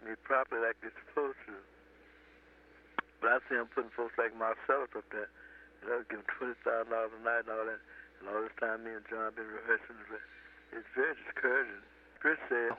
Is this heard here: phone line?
yes